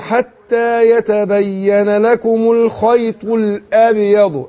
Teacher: خد بالك بس من الباء في الباء المقلقلة في الأبيض